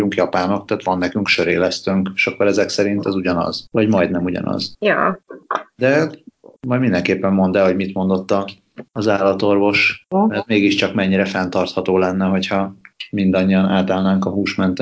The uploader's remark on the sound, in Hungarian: Kétharmados Skype-podcast. A házban (munkahelyen!). Feltételezhetően Izlandon.